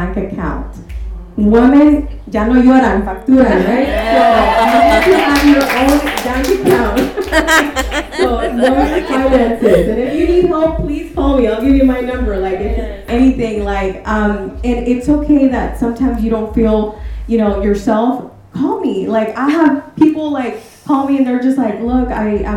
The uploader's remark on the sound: Austin Event Panel Discussion. Panel discussion with the amazing speakers we had at our Mujerón Movement Austin Event!